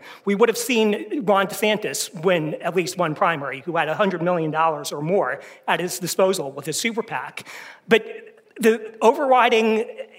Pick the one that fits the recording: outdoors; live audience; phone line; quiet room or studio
live audience